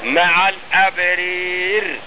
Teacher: كمان اذا كان قبلها ايه نعم ما الراء الاولى مختلف، كانت الراء برضو اذا كانت الراء يعني مثلا عندك ايه وتوفنا مع الابرار، الراء الاولى طبعا احنا بنميلها، فجيت انت وقفت معنا رأيين، انت وقفت على الراء الثانية بالسكون، هل هتفخم الثانية؟ لا، يبقى لابد انك انت ترقق في الاثنين مع الابرير.